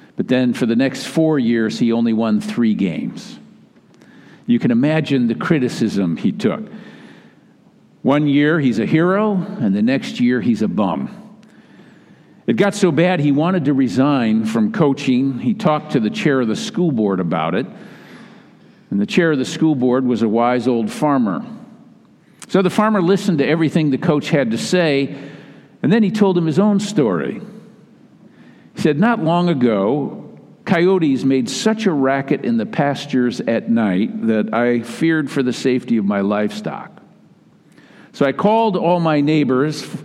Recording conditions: large echoing room